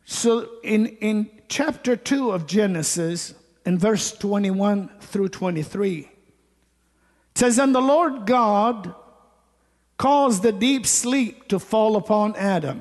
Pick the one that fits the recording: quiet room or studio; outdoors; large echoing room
large echoing room